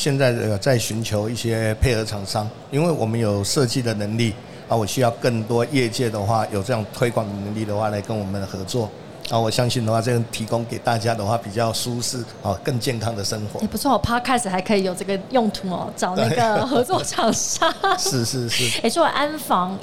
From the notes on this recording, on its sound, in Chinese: 2022 Medical Taiwan台灣國際醫療暨健康照護展 -Live Podcast。